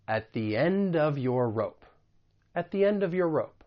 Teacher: we're actually going to use the stronger form the because it comes before a word that begins with a vowel sound. Typically, the article comes before words that begin with a consonant, and we say that weaker the.